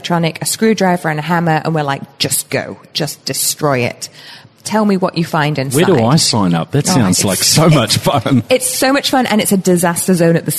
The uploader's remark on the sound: in front a live audience